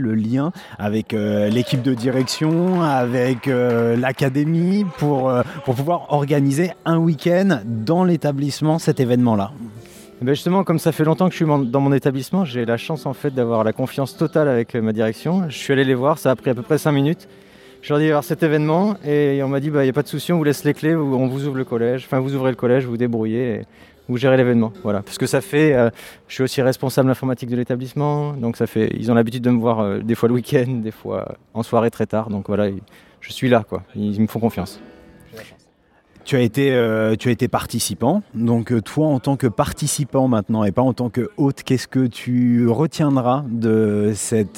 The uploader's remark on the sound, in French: une émission en direct du Collège Jean GIONO de Nice où s’est tenu le deuxième congrès des Professeurs d’Éducation Musicale Connectés